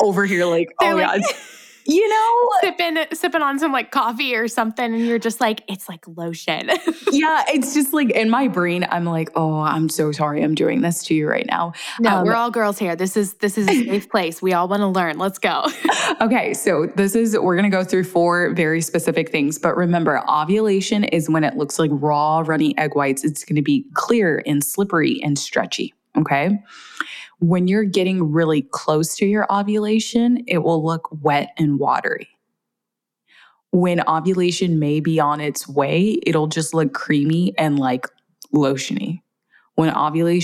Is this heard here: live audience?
no